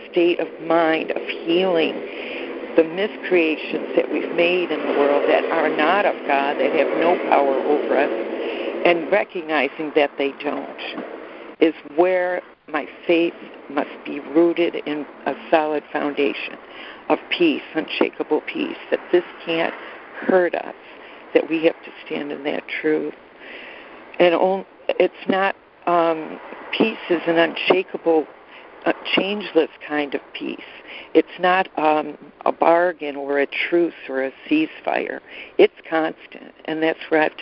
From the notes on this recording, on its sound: ACIM Daily Conference Call